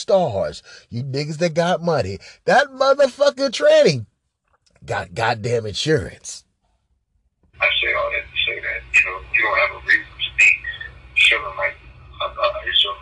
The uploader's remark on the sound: phone conversation